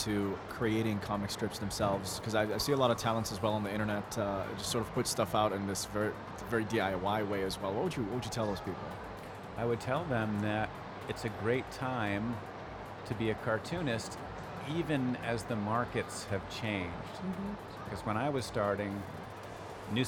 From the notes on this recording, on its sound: Live interview from SIBF 2022